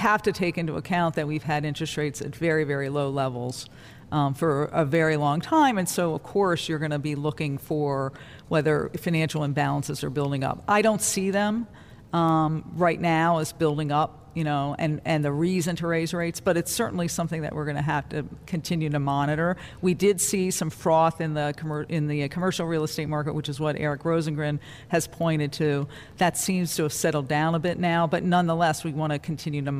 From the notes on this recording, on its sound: Live from the Federal Reserve Bank of Cleveland.